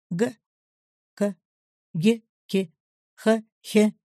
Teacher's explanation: А зачем напрягаем корень, прикасаемся задней частью языка к местам образования звуков «г», «к», «г», «к», «х», «х». И, как всегда, привыкнув к движению, подключаем голос.